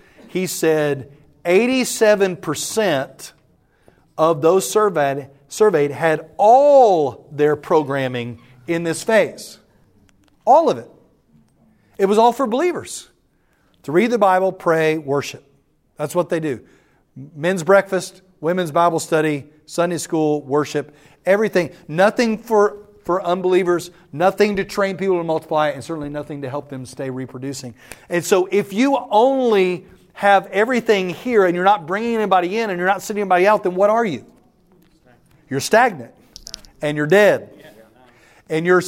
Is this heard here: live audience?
yes